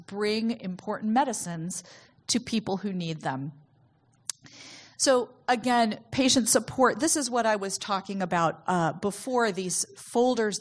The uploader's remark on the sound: In this talk from the 5th annual Patients as Partners US conference